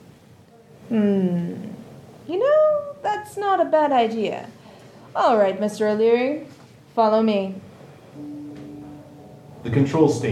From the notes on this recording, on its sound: LIVE at Balticon 51